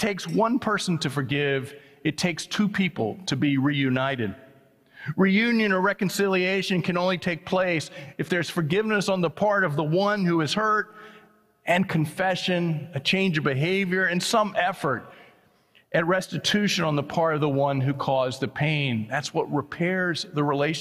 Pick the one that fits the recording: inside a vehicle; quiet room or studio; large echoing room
large echoing room